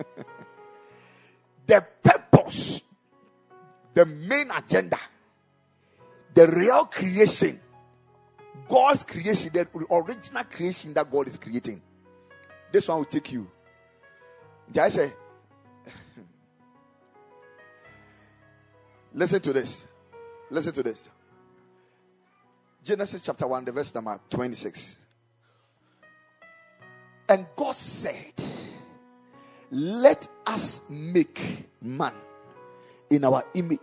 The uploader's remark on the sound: Preached at the Kingdom Sight Service.